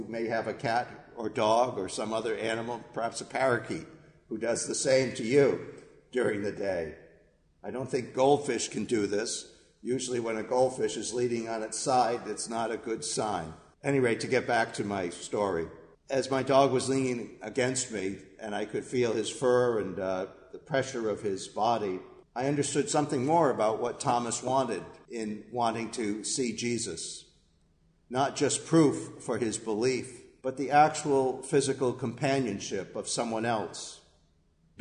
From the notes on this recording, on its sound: Our worship service at the Old First Church in Bennington, Vermont